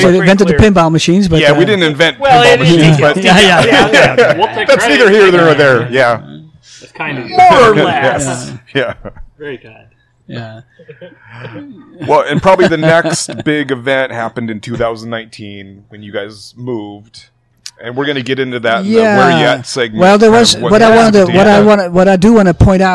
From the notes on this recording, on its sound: Shorty's Coney Island is way more than a dive bar, it's a true Seattle institution. Recorded live at Shorty's Coney Island.